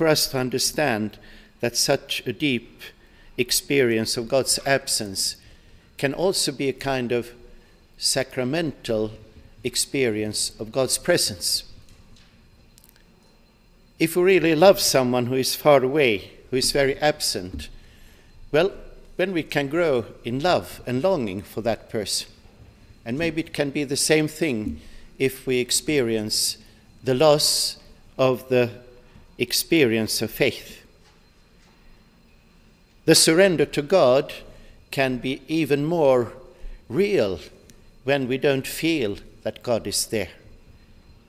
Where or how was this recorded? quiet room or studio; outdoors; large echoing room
large echoing room